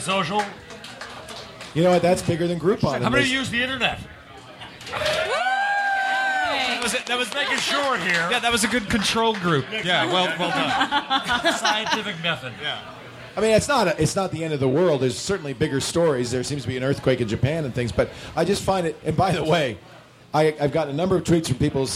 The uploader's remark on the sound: Live From SXSW 2011